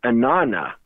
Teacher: the middle ah sound drops and it becomes Inanna